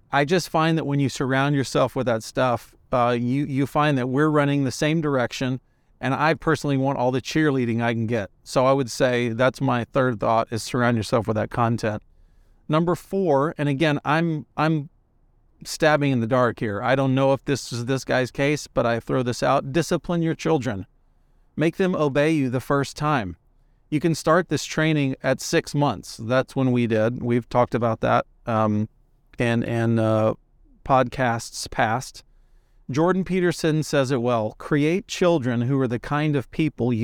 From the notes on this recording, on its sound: Takes his mic on the road (literally). Car ride conversation.